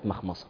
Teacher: الميم مالها مرقق، الخاء مفخم، الصاد مفخم، ميم مرقق